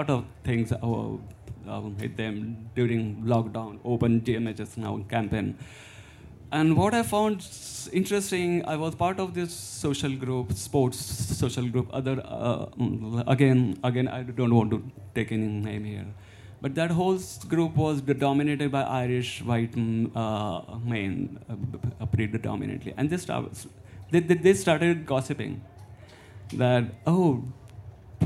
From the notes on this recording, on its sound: the audio from a brilliant panel I hosted at All Together Now